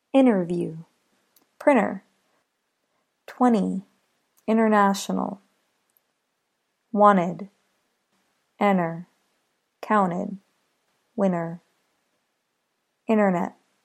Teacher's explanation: the T may sound silent when speaking quickly